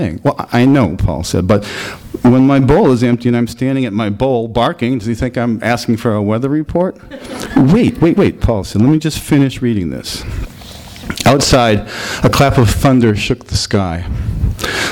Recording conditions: live audience